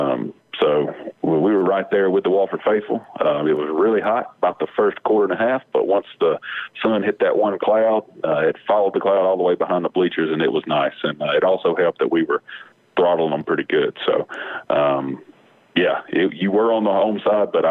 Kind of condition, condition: link, phone line